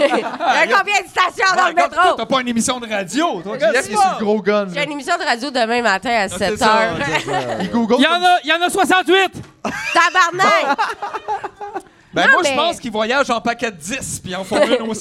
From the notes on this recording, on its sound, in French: Épisode enregistré le 9 mai 2023 au Verre Bouteille.